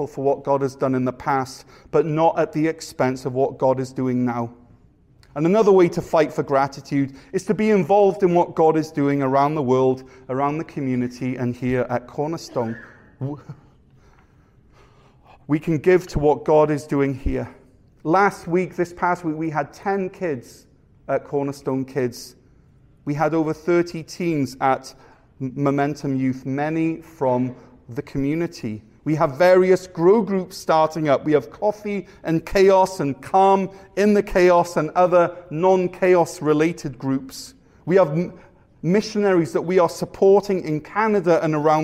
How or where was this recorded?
large echoing room